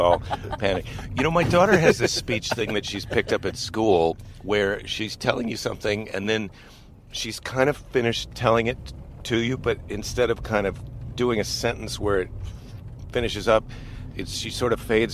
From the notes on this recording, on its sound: At LAX and podcast in the car as we bring him to his home.